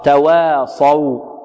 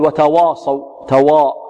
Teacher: والألف التي بعد الواو الأولى مرققة · Shown in: first take